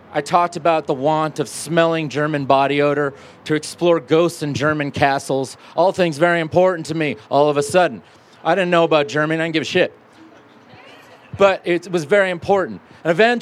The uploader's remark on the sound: from a Raconteur event recorded at Carbon on July 12.